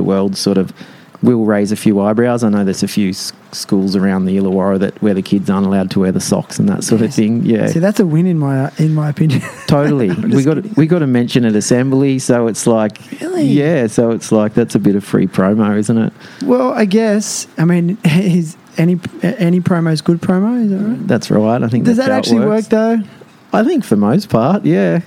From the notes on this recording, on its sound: live and in-person at his store Quay Collective